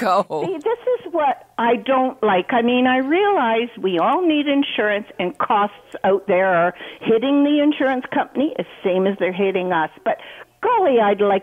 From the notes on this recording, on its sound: we'll take your phone calls too